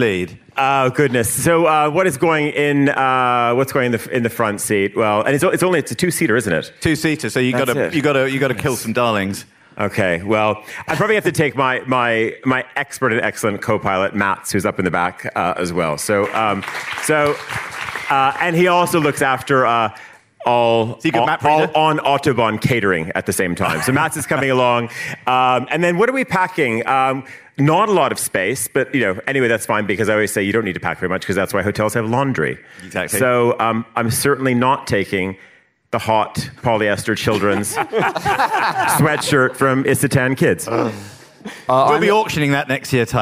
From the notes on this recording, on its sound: From the Monocle Quality of Life Conference. Answer audience questions from every corner of the globe.